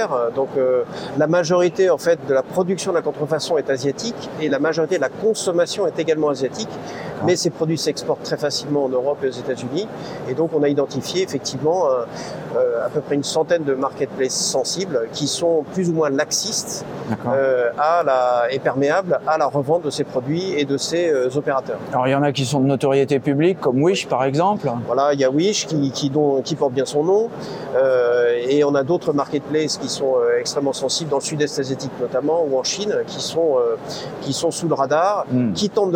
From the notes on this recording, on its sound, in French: Interview, enregistrée pendant le salon Tech for Retail. Voici la transcription de notre interview, enregistrée pendant le salon Tech for Retail dont nous étions partenaire média.